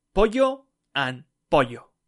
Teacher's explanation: I don't make any pronunciation difference between pollo and poyo. · Term: yeismo